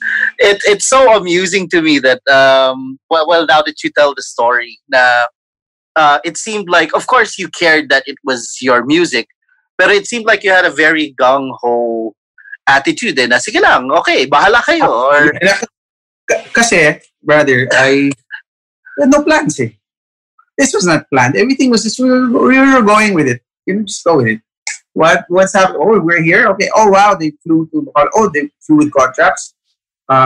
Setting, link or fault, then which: link, video call